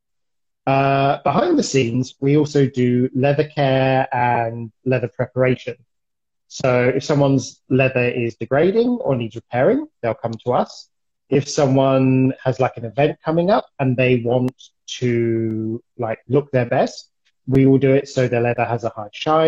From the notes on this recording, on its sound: Recorded on 4 September 2021 on Instagram Live